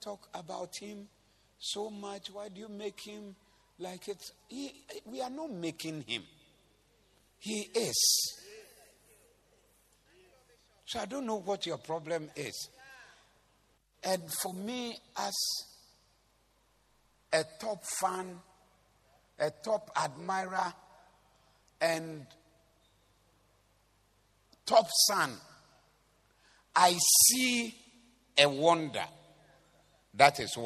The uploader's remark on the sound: Preached at the Doxa Service 14052023